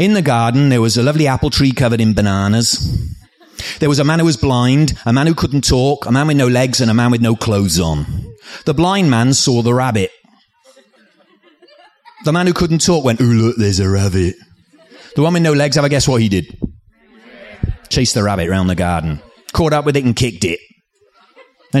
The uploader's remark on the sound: Recorded live at the 2014 National Storytelling Festival.